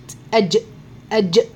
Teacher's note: الشدة اللي هو انحباس في الصوت، الهوى بينحبس وراء المخرج · Term: حروف الشدة